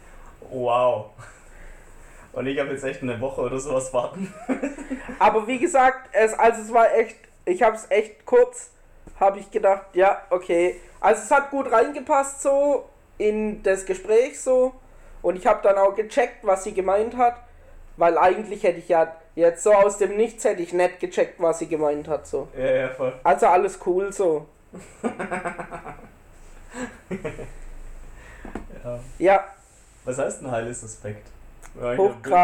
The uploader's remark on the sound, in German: Die Tonqualität musste dieses mal leider unter Corona leiden.